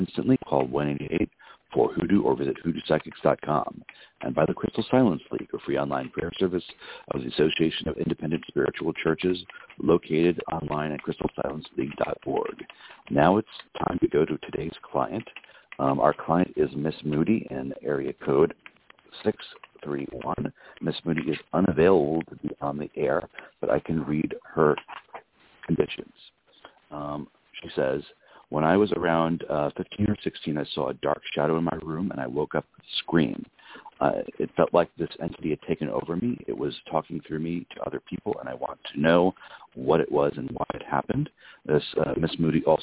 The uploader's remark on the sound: a real, live call-in show